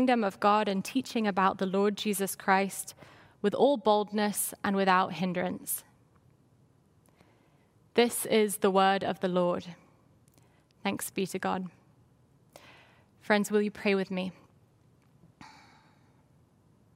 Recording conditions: large echoing room